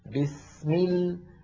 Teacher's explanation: السين أطول بقليل من اللام.